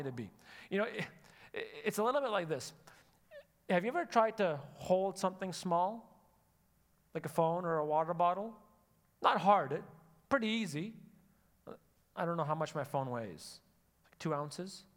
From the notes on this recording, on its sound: Sunday Service live broadcast